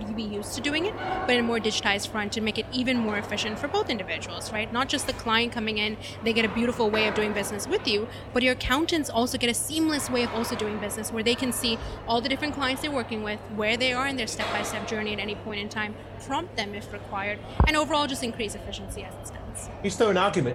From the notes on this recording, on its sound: We hear more live interviews from the recent International Accounting Forum and Awards 2022 which took place in London recently. AIBN were the official knowledge and broadcast partners of the event.